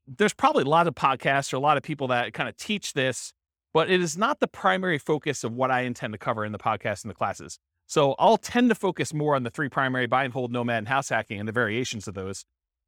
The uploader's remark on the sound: This was a live class recorded